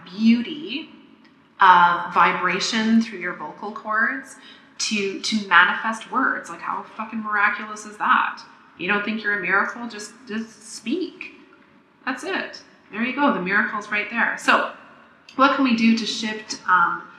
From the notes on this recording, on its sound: I may sound like I'm doing the podcast inside a tin can, because I did in fact make this in a tin can.